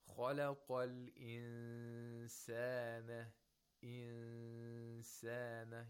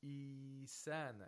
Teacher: you make a nasal sound for two vowel counts · Shown in: first take